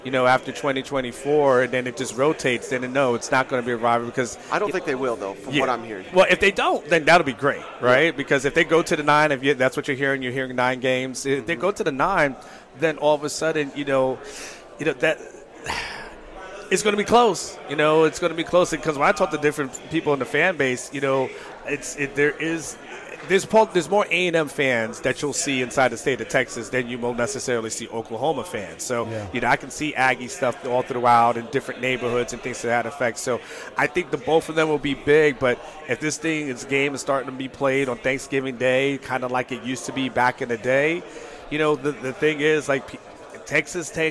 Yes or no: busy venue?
yes